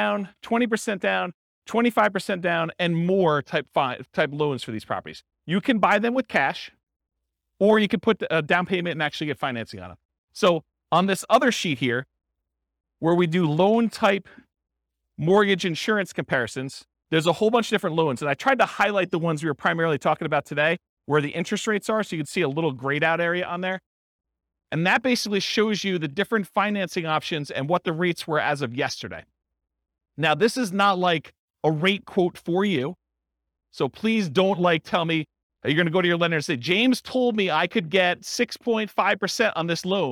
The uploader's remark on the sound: This was a live class recorded